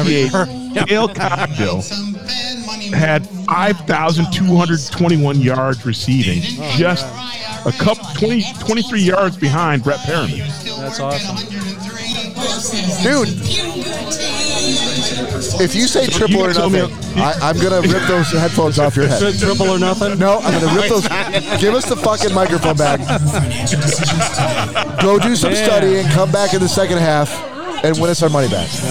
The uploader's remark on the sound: Recorded live from Uncle Ray’s Place in Dearborn Heights, MI during the Detroit Lions v. San Francisco 49ers NFC Championship game.